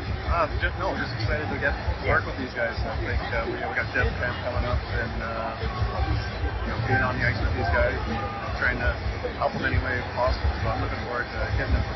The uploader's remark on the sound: This podcast was recorded on the fly in Nashville. Conducted on a noisy Draft floor, so our video, audio, and internet connection aren't optimal in this episode.